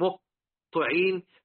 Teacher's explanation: الهاء جاي من الحلق وتنتقل من صوت الهاء إلى الطاء، الطاء بعيد أوي هو طرف اللسان ثم تعود مرة أخرى إلى الحلق، العين بشوف مه طعين، ثم تنتقل إلى الياء في وسط الحق اللسان، ثم النون.